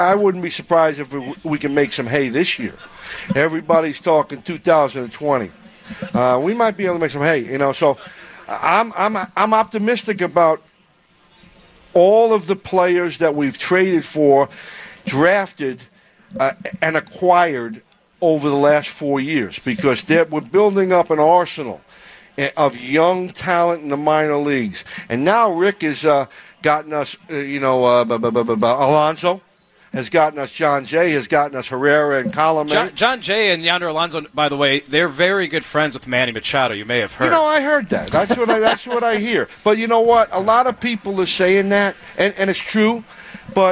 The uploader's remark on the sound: live from SoxFest 2019